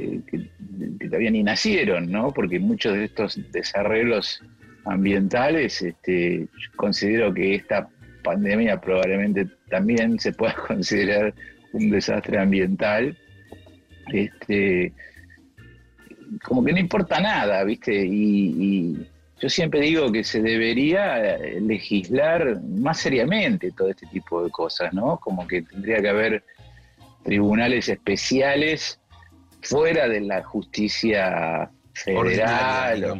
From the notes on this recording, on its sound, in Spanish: Una charla virtual entre consolas y equipos de sonido.